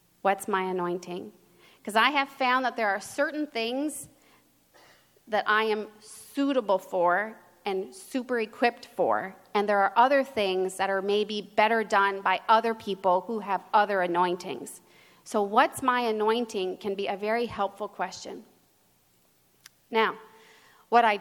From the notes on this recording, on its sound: Given at the 17th Magnificat International Leaders Conference in Pittsburgh, PA in October 2023.